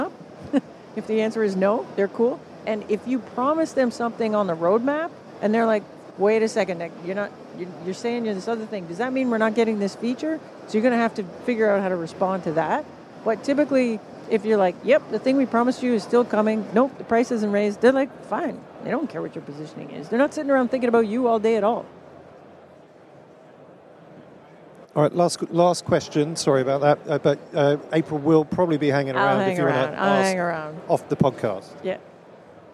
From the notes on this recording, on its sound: live from the #SaaStock2023 Podcast Stage